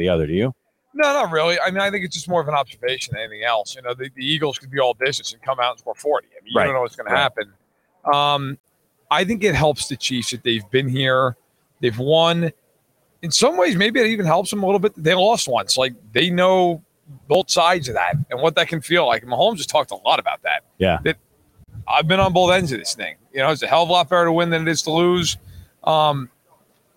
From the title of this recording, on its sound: Live from Super Bowl LVII